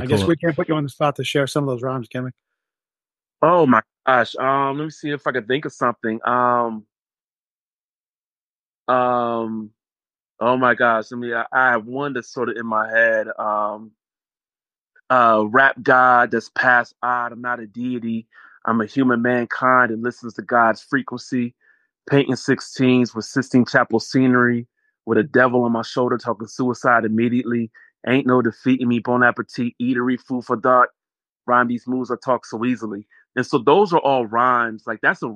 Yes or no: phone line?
no